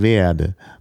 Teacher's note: Das E öffnet sich zu A. Geht in Richtung A, nicht ganz, aber in die Richtung. · Term: Diphthong